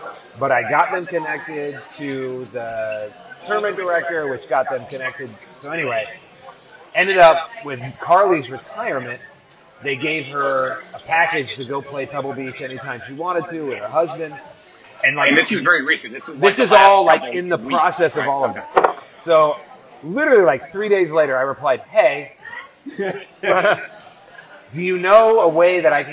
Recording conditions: busy venue